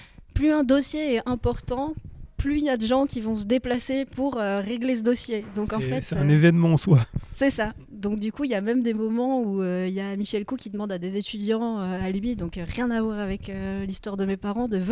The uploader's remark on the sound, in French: De passage au festival Formula Bula